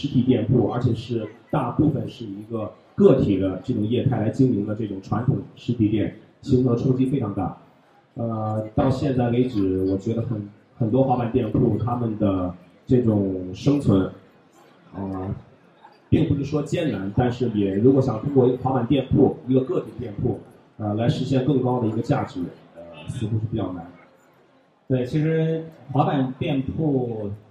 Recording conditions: busy venue